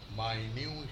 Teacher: The first syllable has the bite vowel unstressed. The second syllable is stressed and it's got boot vowel. Then the next two syllables are unstressed with bit vowel and beat vowel.